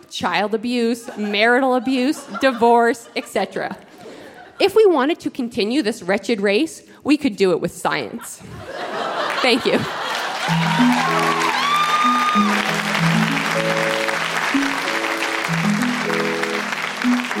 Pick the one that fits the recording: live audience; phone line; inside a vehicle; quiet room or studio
live audience